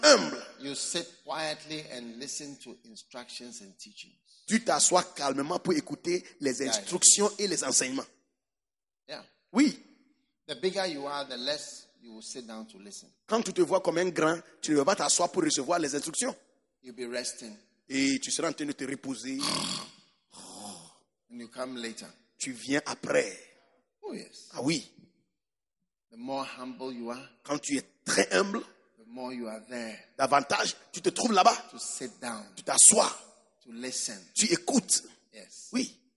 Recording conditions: live audience